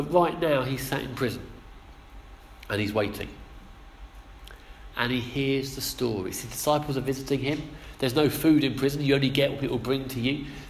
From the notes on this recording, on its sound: Our sermon from the 11am service